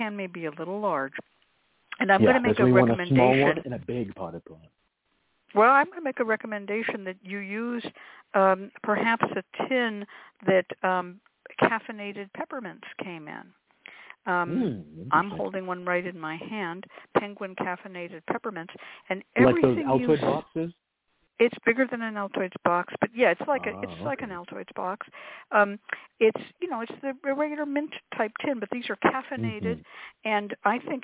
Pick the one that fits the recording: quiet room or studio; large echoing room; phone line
phone line